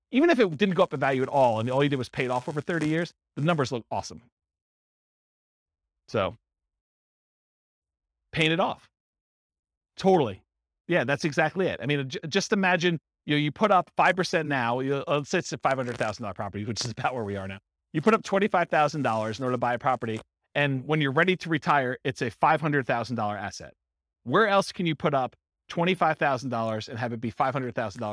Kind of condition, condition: setting, live audience